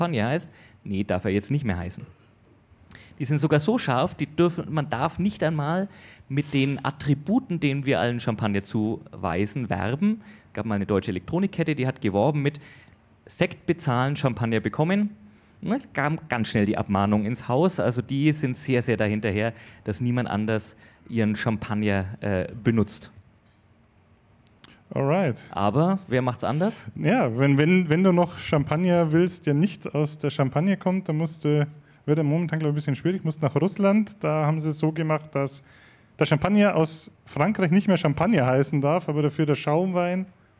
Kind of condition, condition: setting, live audience